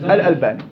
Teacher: لأنه الباء حرف مرقق والألف تتبع ما قبل تفخيم وترقيقا